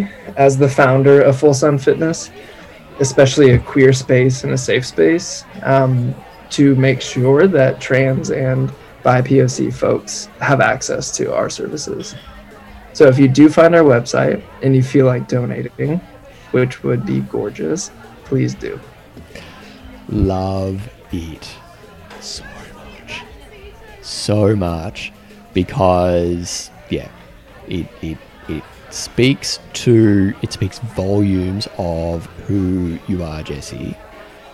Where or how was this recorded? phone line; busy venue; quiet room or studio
busy venue